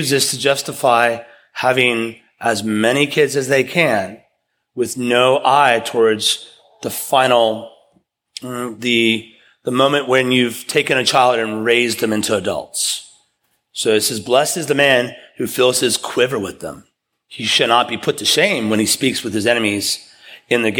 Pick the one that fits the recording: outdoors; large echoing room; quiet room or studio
large echoing room